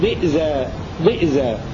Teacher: ويهمز ضيزا، أي يقرأ ابن كثير بهمزة ساكنة بدلا من الياء